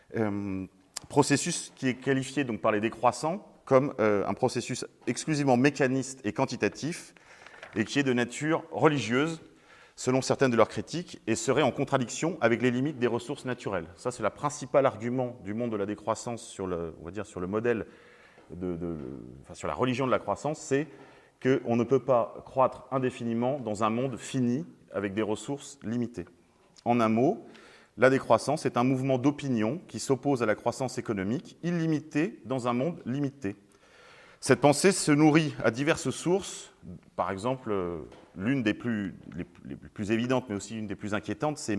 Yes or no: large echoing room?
yes